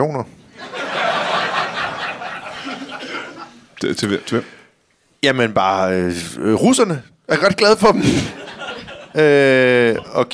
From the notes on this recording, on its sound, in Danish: LIVE fra 27b i Kolding. Optaget live på fremragende 27B i Kolding.